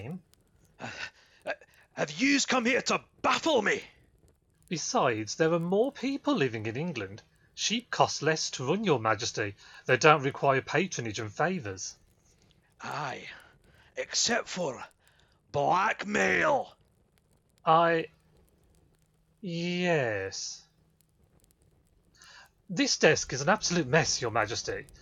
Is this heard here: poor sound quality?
yes